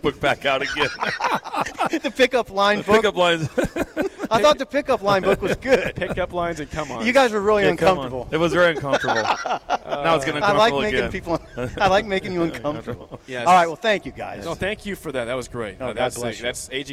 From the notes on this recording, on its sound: Let’s see what the live audience has to say about it.